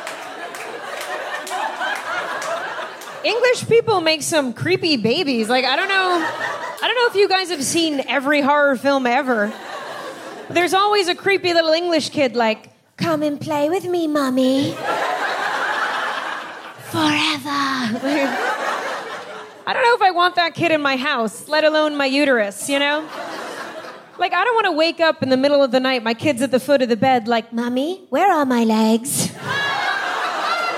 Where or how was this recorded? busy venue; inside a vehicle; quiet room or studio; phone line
busy venue